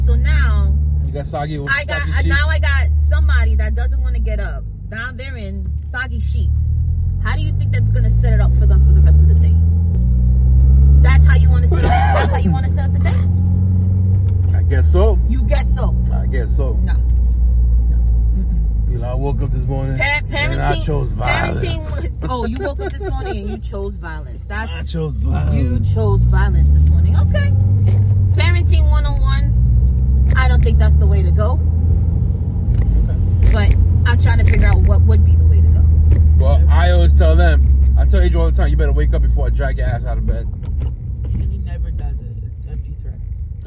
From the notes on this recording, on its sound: We have conversations about random topics while driving our children to school.